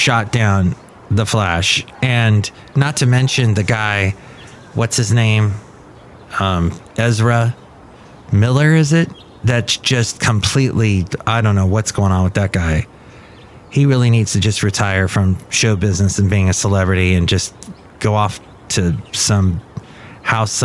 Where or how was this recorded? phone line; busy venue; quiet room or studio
busy venue